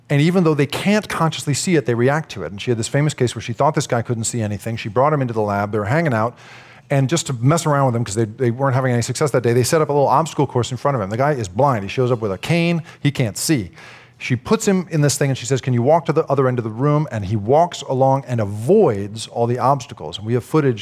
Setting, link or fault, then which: setting, busy venue